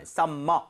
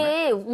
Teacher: M이 두 개 있지만 이걸 굳이 이렇게 나눠서 발음하진 않아요. · Shown in: second take · Summer 이렇게 하지 않습니다.